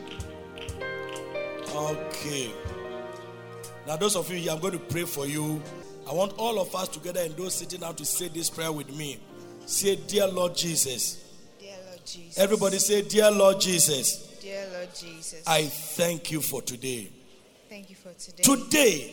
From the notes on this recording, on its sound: Preached at Loyalty House, Abbey, Dahwenya